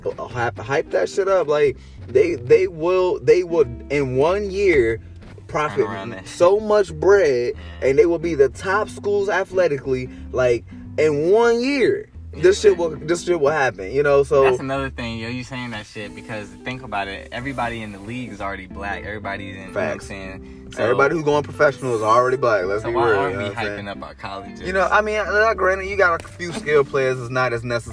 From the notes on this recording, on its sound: Two brothers enjoying a nice evening outside